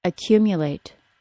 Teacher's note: Because the word accumulate ends in the ate suffix, we know that the word is stressed on the third from the last syllable. In the word accumulate, the stressed syllable falls on the cu syllable